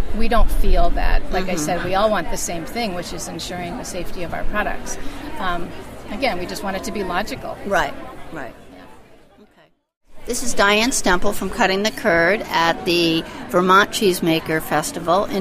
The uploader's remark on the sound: Cheese lovers descended upon the historic Shelburn Farms Coach Barn for the annual Vermont Cheesemakers Festival. Live from the festival in this special on location episode of Cutting the Curd.